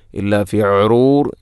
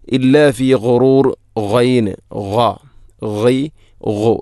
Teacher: ഗൈ ഗു, തൊണ്ടയുടെ ഏറ്റവും മുകൾ ഭാഗം. · Shown in: second take